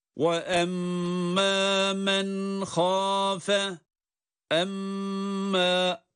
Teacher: اَمَّا derken şeddeli mimi tutuyoruz